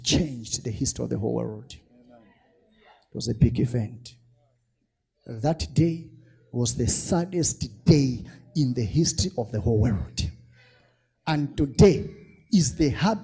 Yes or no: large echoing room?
yes